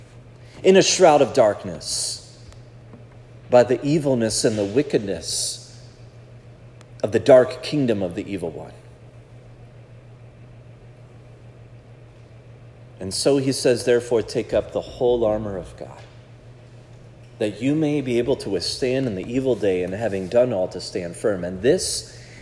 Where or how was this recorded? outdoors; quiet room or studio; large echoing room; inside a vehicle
large echoing room